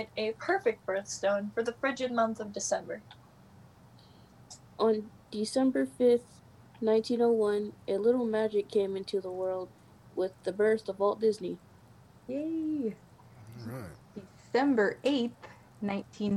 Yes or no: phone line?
no